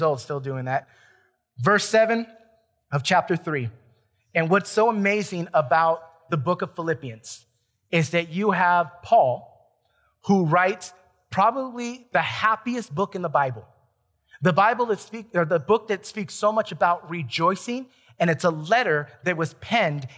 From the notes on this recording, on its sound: Recorded from South Gate Fellowship in Duncanville, TX on Sunday, June 27, 2021.